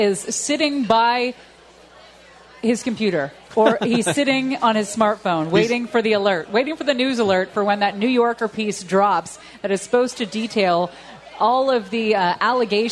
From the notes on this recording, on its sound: News and Brews LIVE from the HQ Gastropub Huntington Beach